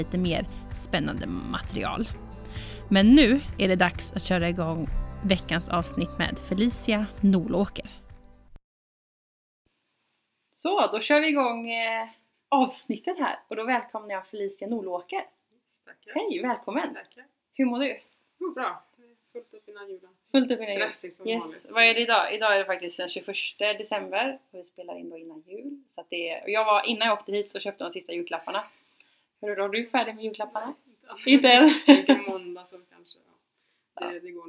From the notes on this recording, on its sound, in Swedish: Ljudet är tyvärr lite lågt i detta avsnitt.